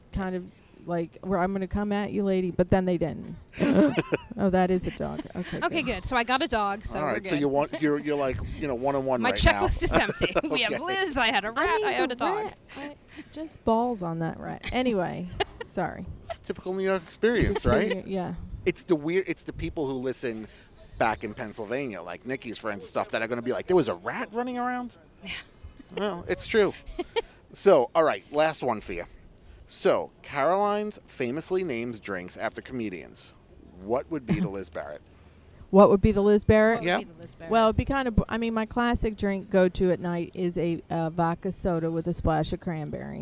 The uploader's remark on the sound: No kids, dogs or rats were harmed during the outing, but all were experienced up close and personal. Ah, the unpredictability of recording in the great outdoors!